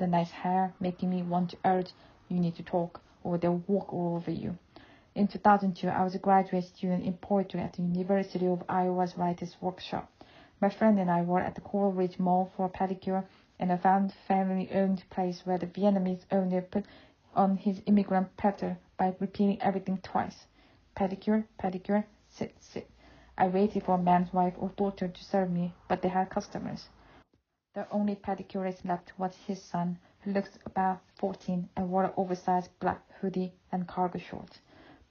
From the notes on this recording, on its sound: I recorded this with my phone in a small living room at my home in Somerset, UK, with a wool blanket over me as it’s been unusually chilly August weather.